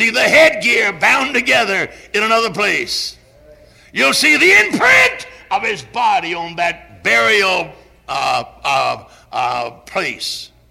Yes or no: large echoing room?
yes